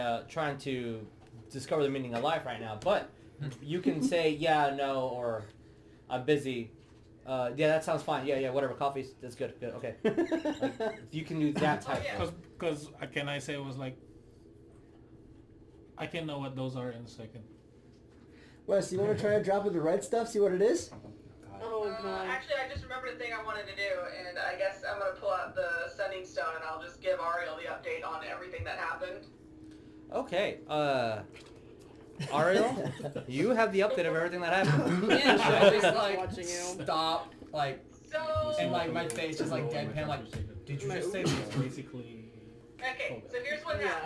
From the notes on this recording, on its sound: Sorry for the audio/video issues